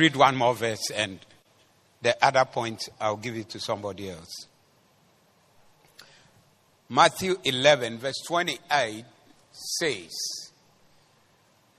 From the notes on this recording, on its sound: Preached at the Doxa Service 18022024